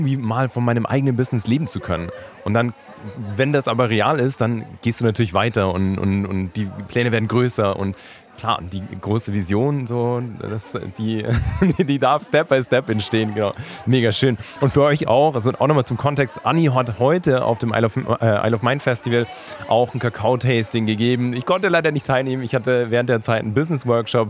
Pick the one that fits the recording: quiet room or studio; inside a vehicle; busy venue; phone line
busy venue